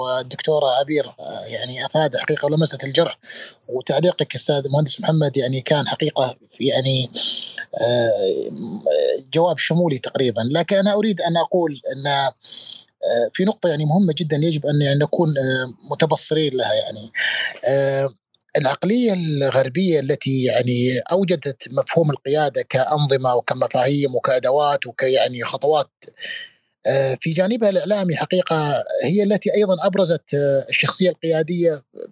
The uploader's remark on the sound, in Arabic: تسجيل لمساحة ابن رشد الأسبوعية على منصة تويتر.